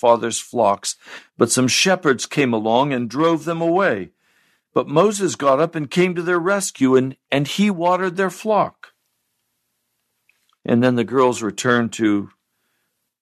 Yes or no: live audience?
no